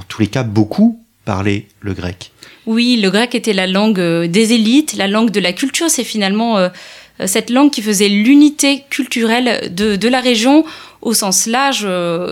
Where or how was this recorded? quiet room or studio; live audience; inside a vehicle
quiet room or studio